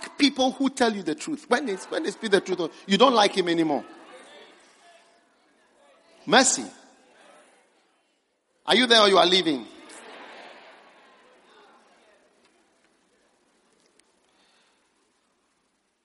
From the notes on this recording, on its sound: Preached at the First Love Center.